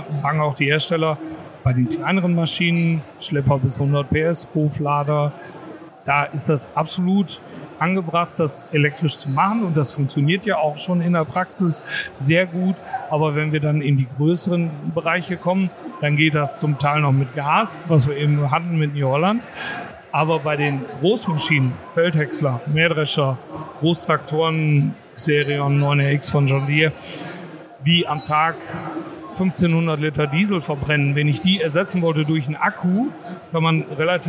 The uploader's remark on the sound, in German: Live von der Agritechnica. Wir haben uns auf der weltgrößten Landtechnikmesse umgesehen.